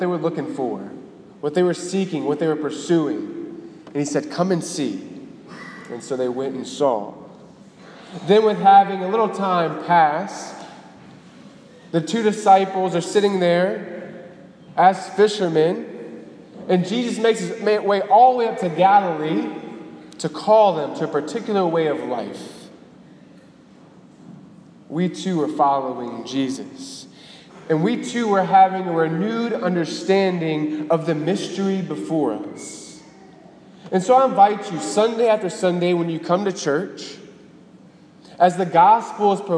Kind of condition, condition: setting, large echoing room